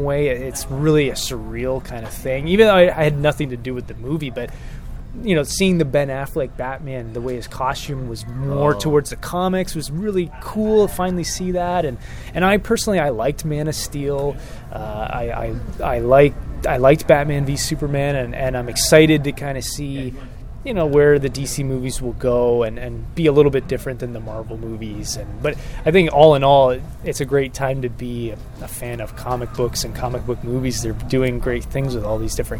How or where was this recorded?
busy venue